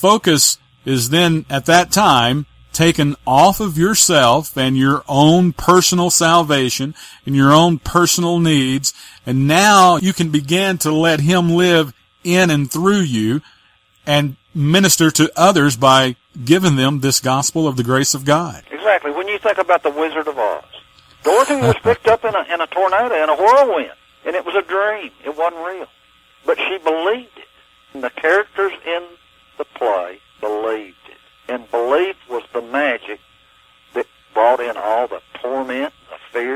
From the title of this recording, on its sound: LIVE CALL